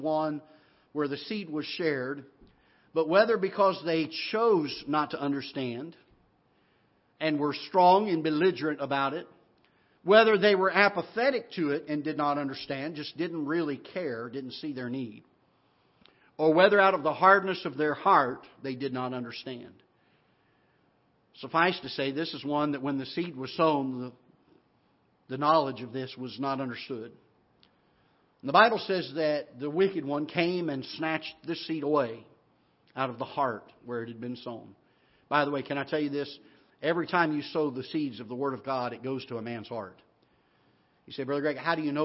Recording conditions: large echoing room